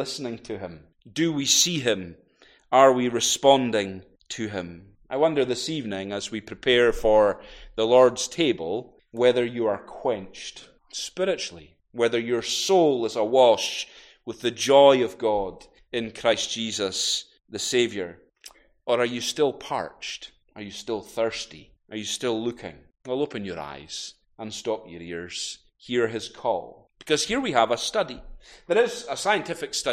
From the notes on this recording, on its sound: recorded at North Harris Free Church on Sunday, 18th June 2023